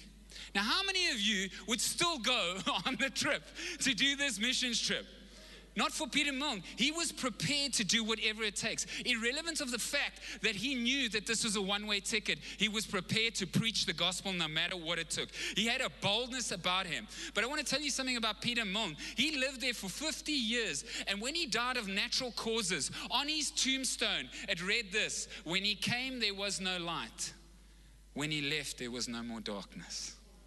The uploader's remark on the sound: Recorded live on Sunday the 3rd October 2021.